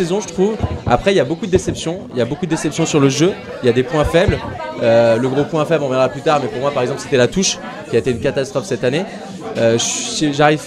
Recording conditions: busy venue